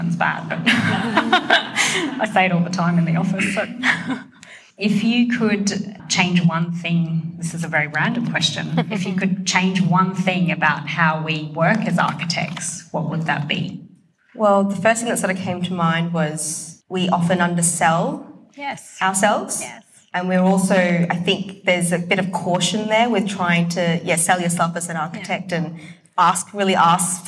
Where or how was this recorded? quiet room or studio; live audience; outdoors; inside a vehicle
live audience